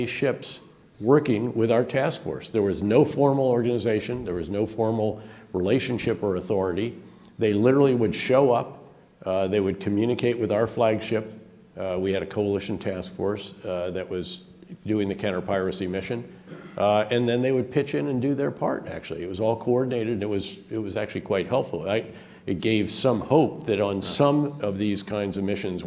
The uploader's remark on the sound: This public lecture was conducted both in-person and via Zoom